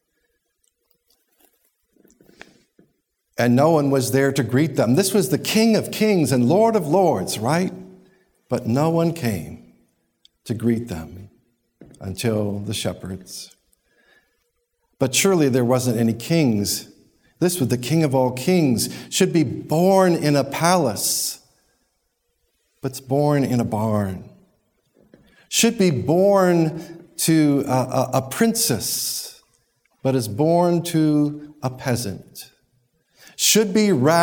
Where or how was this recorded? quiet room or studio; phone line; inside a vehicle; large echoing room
large echoing room